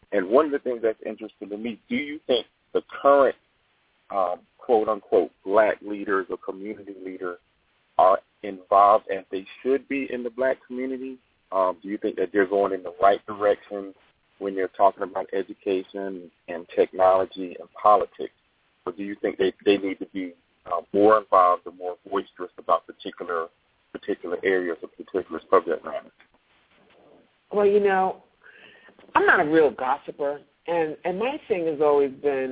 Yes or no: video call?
no